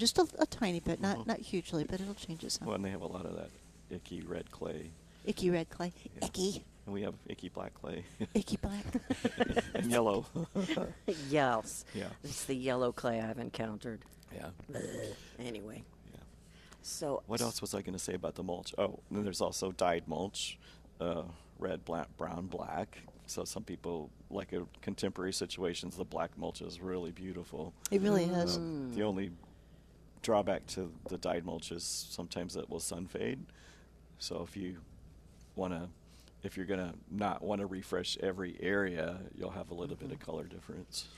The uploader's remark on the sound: Live at Prairie Gardens 7-13-19